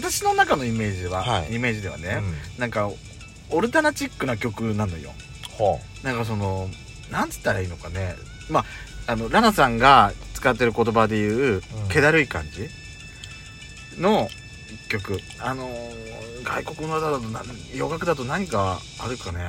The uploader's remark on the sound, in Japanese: パーキング収録